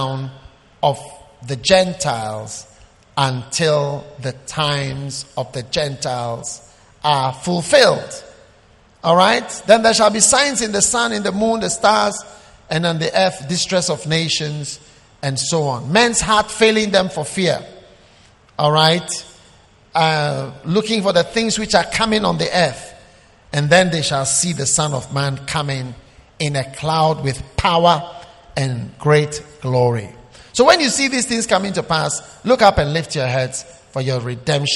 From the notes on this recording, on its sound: Preached at the Prophetic Encounter Service.